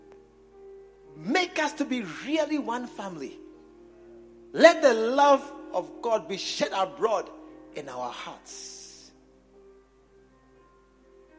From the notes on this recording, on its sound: preached at the True Vine Cathedral, Bantama